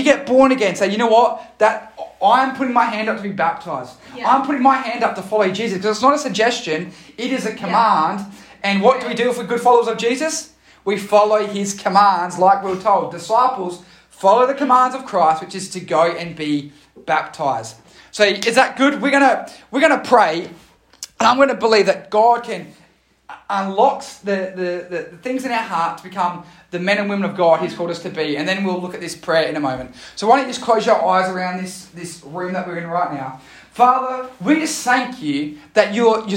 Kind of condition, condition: setting, large echoing room